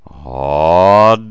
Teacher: Adonai, however, has three syllables instead of Ani's two, so the don of Adonai is spoken very briefly, and the yod is extended. The aleph is what rises upward along the scale, and both the don and the yod are spoken at the highest note.